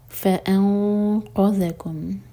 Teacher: فانقذکم heavy اخفا ہوگا. انقا قاف heavy letter اس لیے قاف ہیوی اور پھر ذال لائٹ